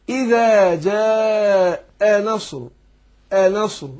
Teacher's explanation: الهمزه هنا همزه جاء، الهمزه مفتوحه وقلنا بتخرج من اقصى الحلق، لابد ان انا احقق الهمزه، لان كثير من الناس في الهمزه المتطرفه هنا بيسقطها او ما يحققهاش، يقول اذا جاء نصر الله نصر كده يسقطها.